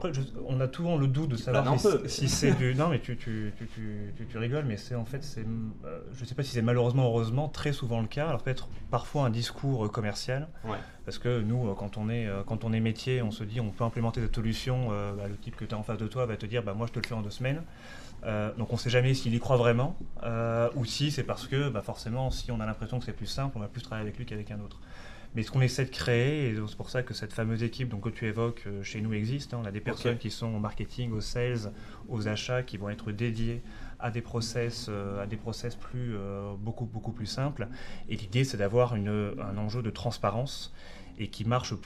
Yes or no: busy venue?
yes